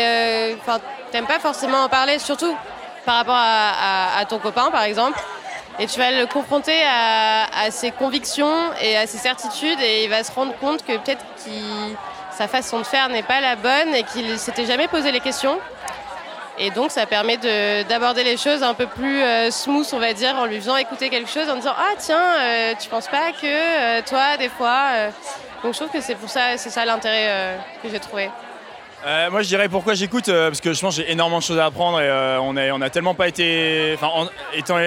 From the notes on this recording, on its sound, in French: À la fin de l’épisode, on tend le micro à nos auditeurices pour recueillir leurs meilleurs souvenirs d’écoute des Couilles sur la table . Cet entretien a été enregistré en public. Au Trabendo (Paris, 19e).